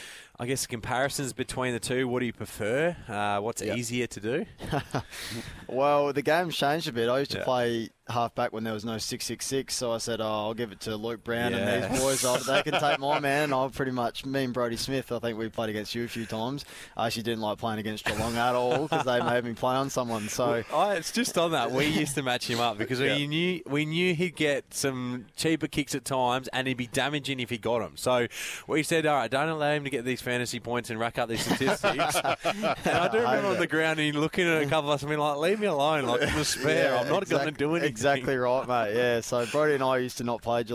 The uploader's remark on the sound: live from Tool Kit Depot's opening in Seaford